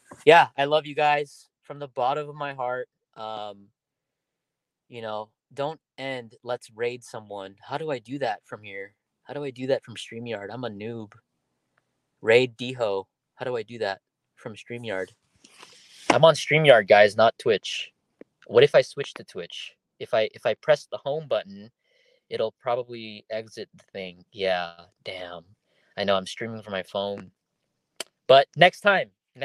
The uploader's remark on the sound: My first podcast done solo in my car.